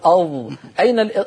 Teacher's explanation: أين التصاق طائفة كبيرة من اللسان لا يوجد وإنما يوجد انحصار انحصار للصوت بين مقدم اللسان ومؤخرته مع قبة الحنك الذي نسميه بالعامية سقف الحلق · Term: الإطباق